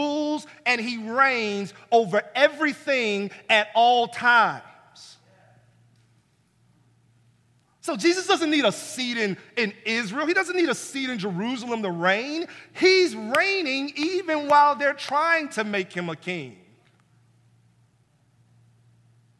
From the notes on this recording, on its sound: This is the full collection of sermons preached at City Light Church in Vicksburg, MS.